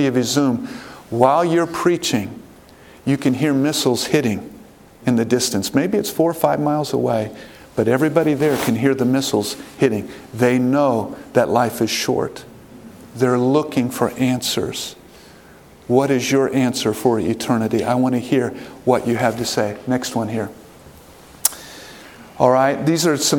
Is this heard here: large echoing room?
yes